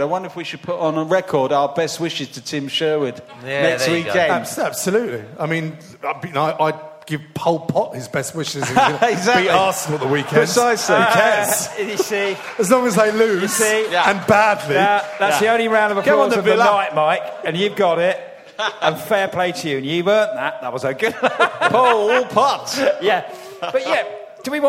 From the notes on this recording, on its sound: Recorded live with a very special audience of close friends.